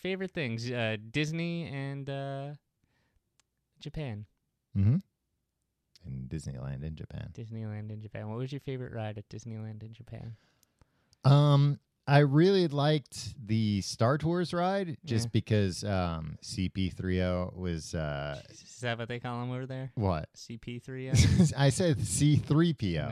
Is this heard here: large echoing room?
no